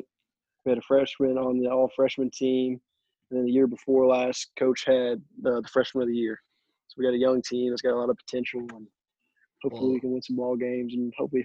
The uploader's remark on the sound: Had a nice zoom call